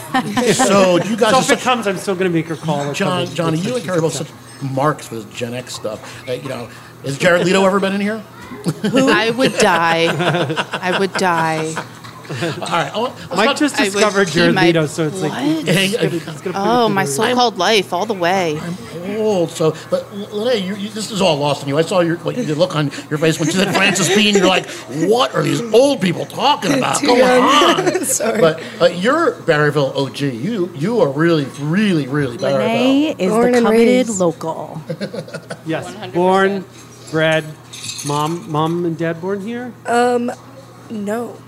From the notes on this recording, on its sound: Go live via the Barryville Radio Satellite, direct from Back to Baker’s , Barryville’s favorite bar and grill! Go live via the Barryville Radio Satellite, direct from Back to Baker’s , Barryville’s favorite bar and grill!